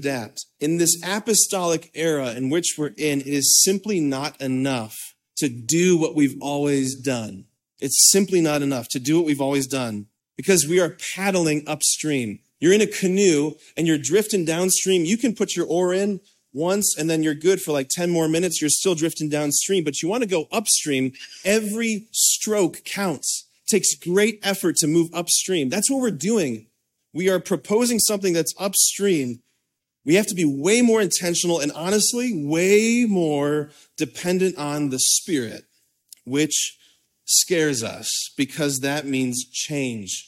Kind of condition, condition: setting, large echoing room